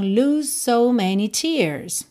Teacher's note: Na segunda linha, temos lose, o F final pintadinho de cinza não vai ser pronunciado, você já vai juntar o S do lose no so